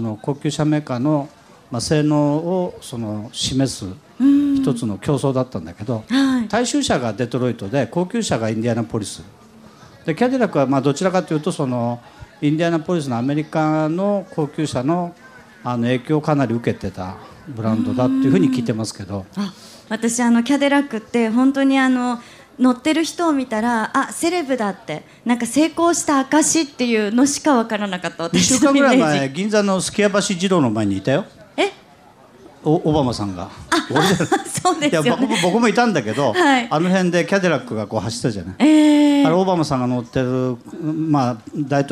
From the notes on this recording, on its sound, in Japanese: 今週は「ル・ボランカーズミート2014」で行われた公開録音の模様をお届けします！